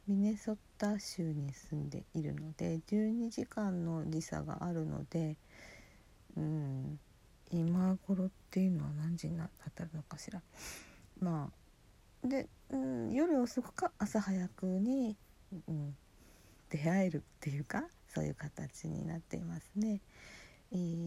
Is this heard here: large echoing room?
no